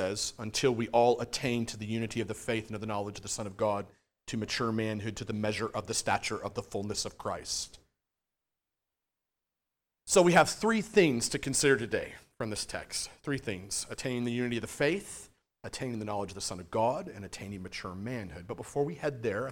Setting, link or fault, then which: setting, large echoing room